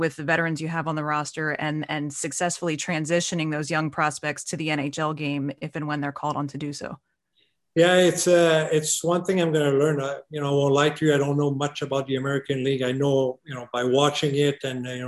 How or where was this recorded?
video call